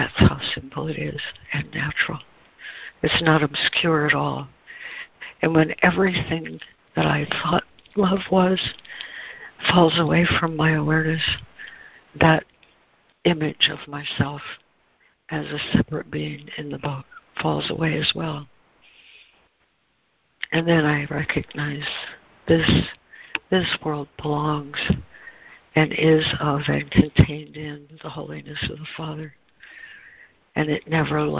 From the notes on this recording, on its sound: ACIM Daily Conference Call